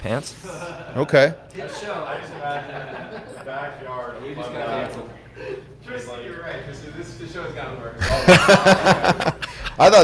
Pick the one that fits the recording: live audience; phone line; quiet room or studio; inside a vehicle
live audience